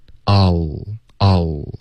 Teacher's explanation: 没有任何嘴唇 ow 的动作